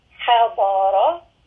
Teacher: Ra in this case is going to be heavy.